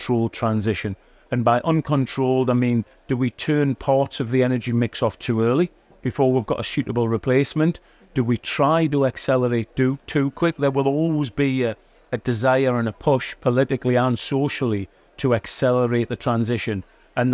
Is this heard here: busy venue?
yes